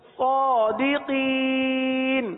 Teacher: تو کیا آپ کو معلوم ہے کہ یہاں پر اس کو تھوڑا سا لمبا کیوں کیا، دراز کیوں کیا، صادقین کیوں پڑھا، اس کو مد پیدا ہو گئی، آخر میں مد عارض کا قاعدہ ہے اس لیے اس کو تین الف تک کھینچ کر پڑھیں